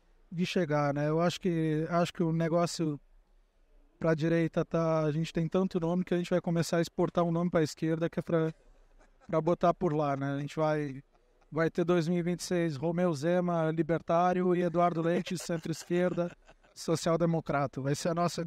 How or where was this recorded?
busy venue